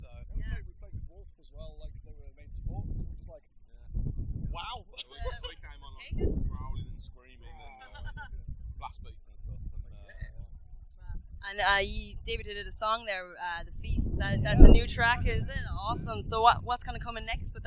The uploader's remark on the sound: Bloodstock Open Air Festival 2021. With a hand held recorder. The other few thousand who attended. Apologies for the poor quality of sound in some interviews. Windy conditions and was not in a dedicated area to interview the bands.